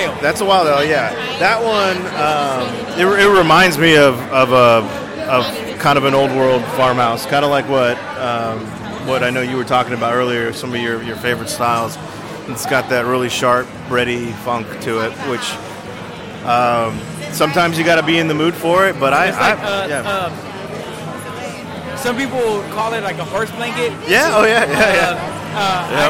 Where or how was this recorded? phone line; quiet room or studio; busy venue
busy venue